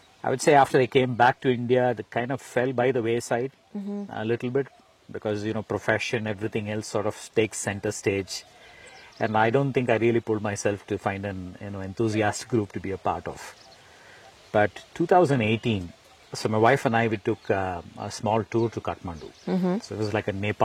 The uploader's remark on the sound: Shot on location at Hutridurga, a trekking destination near Bengaluru.